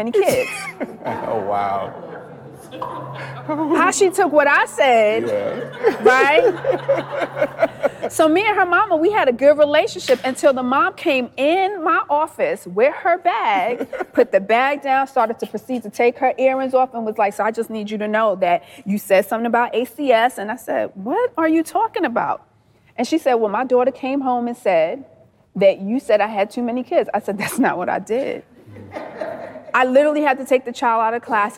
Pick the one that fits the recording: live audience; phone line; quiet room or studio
live audience